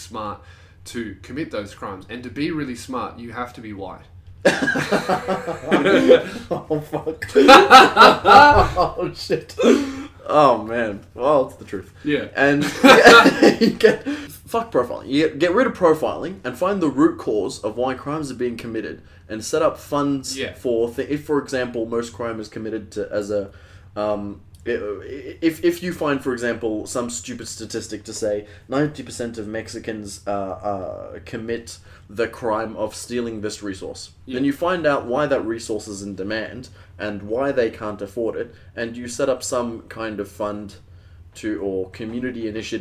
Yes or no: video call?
no